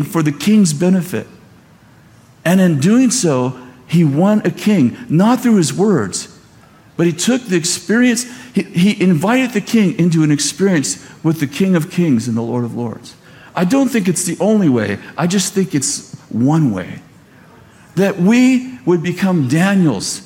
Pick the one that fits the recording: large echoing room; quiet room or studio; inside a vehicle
large echoing room